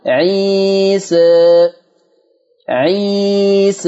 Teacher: نلاحظ أن الألف ممالة عيسى، ولكنها إلى الفتح أقرب، إذن يطلق عليها إمالة صغرى، وهو المسمى بالتقليل.